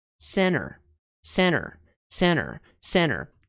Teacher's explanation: Então, eles não pronunciam o T e pronunciam somente o N. Center vira center. · Term: não pronunciar o T